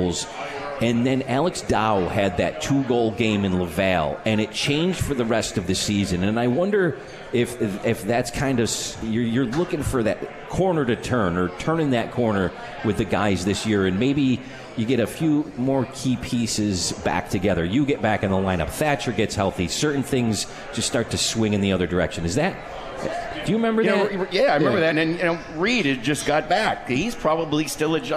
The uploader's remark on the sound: live from the 72 Tavern